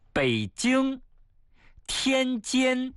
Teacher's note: 一个是后鼻音，一个是前鼻音